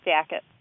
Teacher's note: He also says jackets in a raised pronunciation, so it's another token of the bat vowel